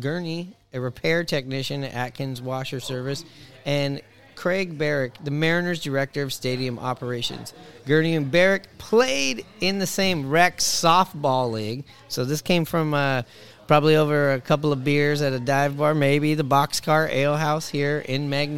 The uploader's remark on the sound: Live from the Boxcar Ale House! Record for the first time in person along with guests from the Boxcar Ale House in Seattle, WA.